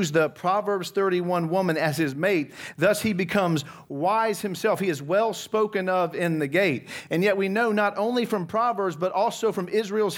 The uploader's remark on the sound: from the Christ Centered & Clear Conference in Dallas, TX on December 5, 2022